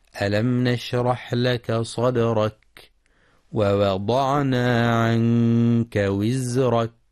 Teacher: إظهارا شفويا في ألم نشرح، ولبيان همس ورخاوة الحاء في نشرح، كما يراعى ترقيق الدال في صدرك والحذر من تفخيم الدال · ينتبه القارئ لإظهار الميم الساكنة إظهارا شفويا في ألم نشرح، ولبيان همس ورخاوة الحاء في نشرح، كما يراعى ترقيق الدال